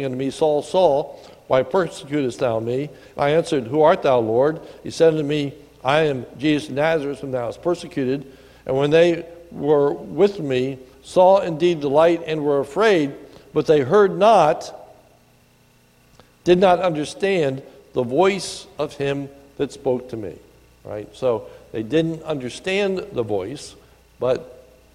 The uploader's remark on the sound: This is a sermon recorded at the Lebanon BFC on 2/10/2019 during the evening service